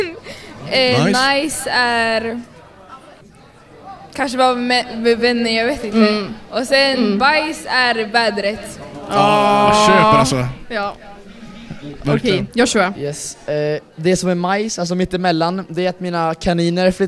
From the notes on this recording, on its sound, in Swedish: Dagens poddavsnitt är hämtat live från Ny Generations turnerande event Äkta. Livepoddsoffa.